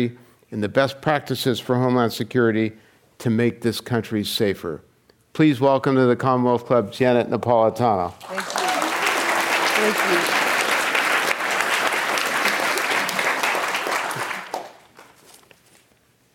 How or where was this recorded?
live audience